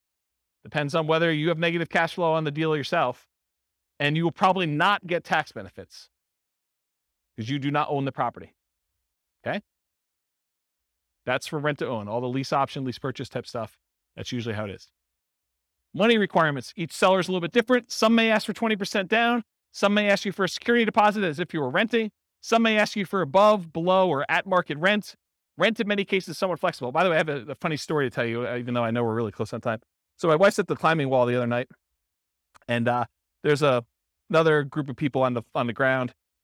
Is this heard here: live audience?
yes